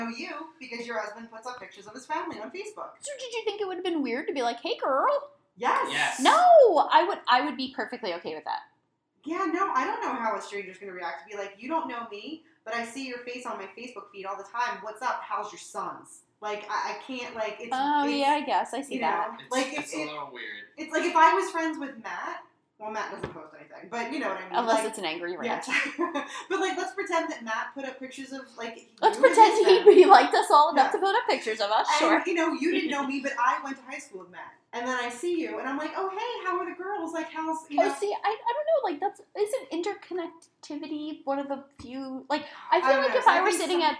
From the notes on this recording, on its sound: Our apologies this week for the audio issues!